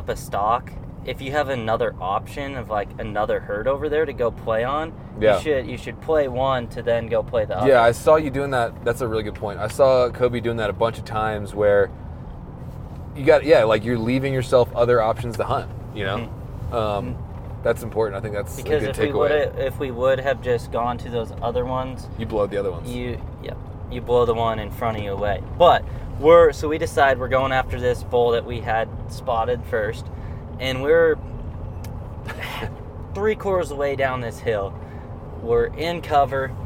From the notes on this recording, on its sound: as we are driving down the road